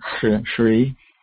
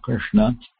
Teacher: there's a S in the throat, Shri, and retroflex S in Krishna